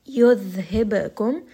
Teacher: ba is a letter of qalqala. It has a little bit of that bounce.